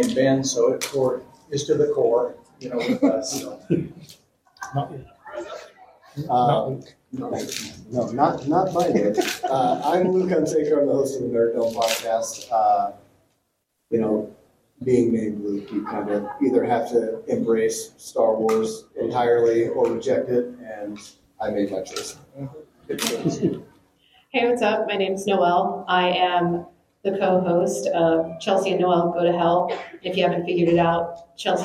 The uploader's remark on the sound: This panel discussion was pre-recorded at the FanX Salt Lake Comic & Pop Culture Convention.